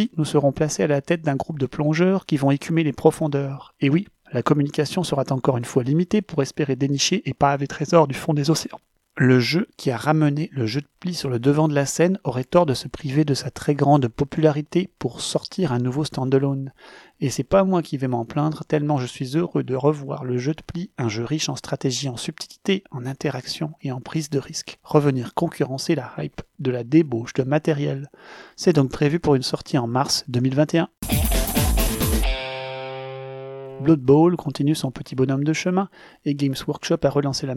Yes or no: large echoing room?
no